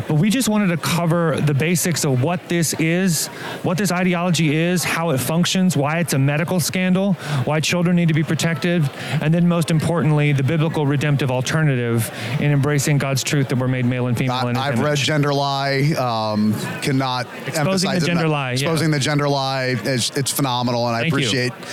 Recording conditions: busy venue